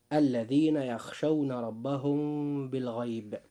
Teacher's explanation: الإخفاء الشفوي له حرف واحد هو الباء، وتصحبه مع ذلك الغنة. فإذا وقعت الباء بعد الميم الساكنة أخفيت الميم، ويسمى ذلك إخفاء شفوية لخروجهما، أي الميم والباء، من الشفتين